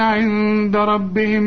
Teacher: الراء هنا مفخمة، والباء هنا تكون أكثر رقة لأنها مكسورة